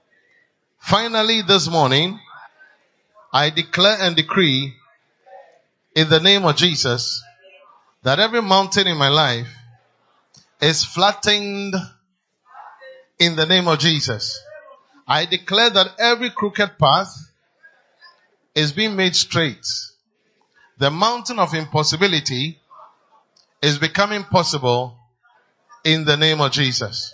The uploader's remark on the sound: PREACHED ON SUNDAY 5TH MARCH, 2023 DURING INTERNATIONAL AND MISSIONS SUNDAY SERVICE AT CAPTAIN OF SALVATION CATHEDRAL